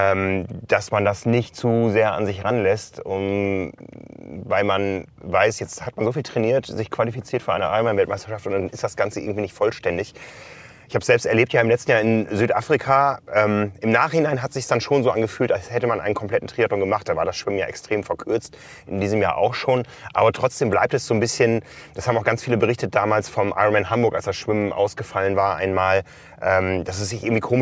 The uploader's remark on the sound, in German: Mit dem Auto durch die Wüste Utahs. Da müssen Zeitfenster effizient genutzt werden – zum Beispiel für eine Podcast-Aufnahme im Auto auf dem Weg zum Schwimmstart. Unsere Eindrücke, quasi live aus Utah.